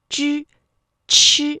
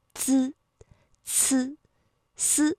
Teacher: 我们在读翘舌音的时候，舌尖是需要顶住这个硬腭的前部，比如说像之、吃，而如果是滋呢，舌尖抵的是上齿背的位置